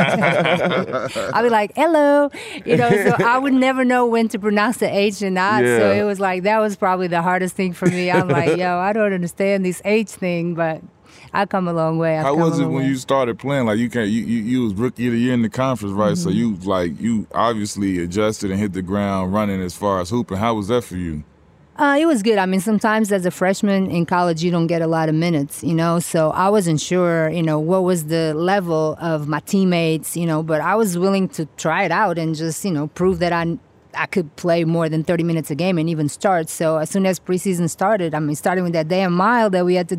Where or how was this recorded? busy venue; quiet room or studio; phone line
busy venue